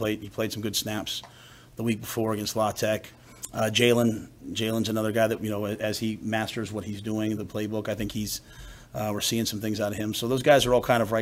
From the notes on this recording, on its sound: Monday press conference on 10/2/23